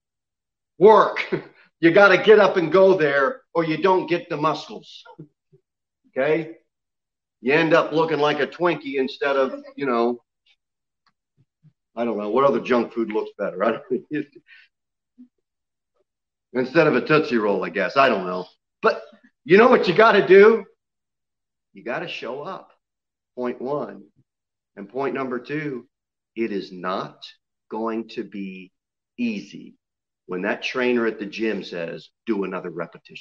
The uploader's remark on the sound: Sermon delivered at Pilgrim Baptist Church on Sunday, May 9, 2021, at 11:15 am.